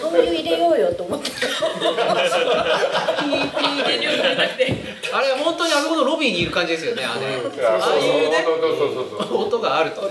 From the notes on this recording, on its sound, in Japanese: 湯治場ラジオリスナーのみなさんをお迎えしての公開収録です。